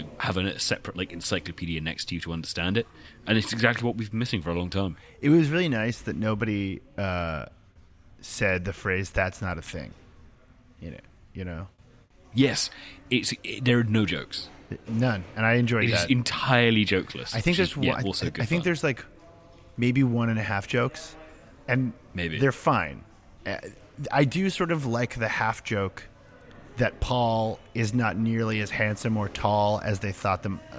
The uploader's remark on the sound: Crouched in the corner at Web Summit. From the comfort of his own home.